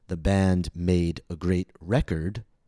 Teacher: notice how the stress is falling on the first syllable.